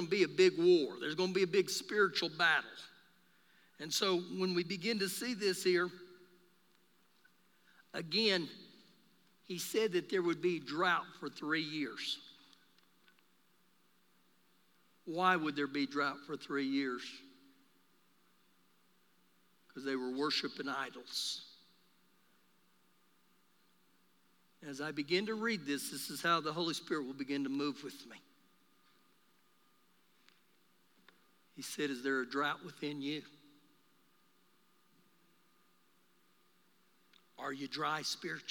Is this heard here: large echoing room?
yes